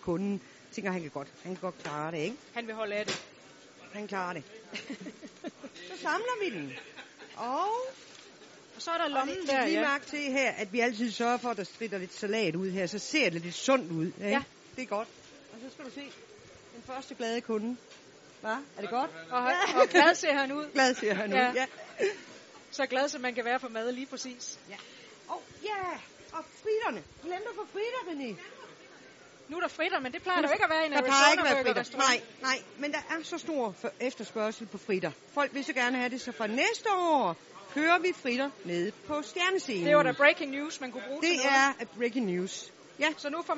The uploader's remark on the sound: Live hjemme fra den legendariske Burger Madsen